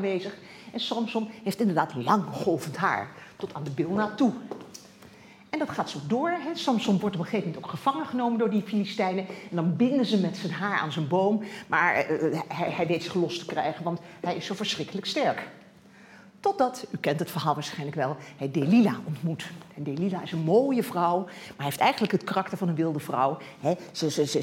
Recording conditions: large echoing room